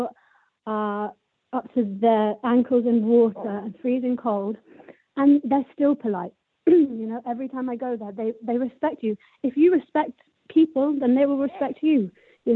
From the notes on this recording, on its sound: The Tuesday Phone-In.